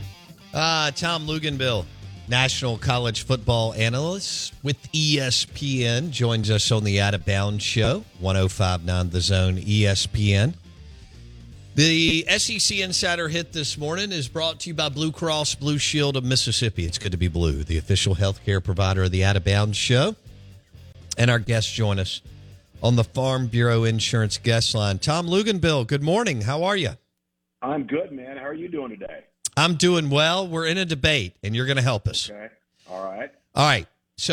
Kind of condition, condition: link, phone line